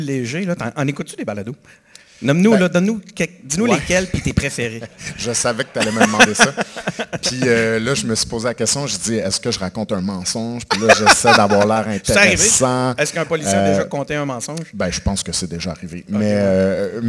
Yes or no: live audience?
yes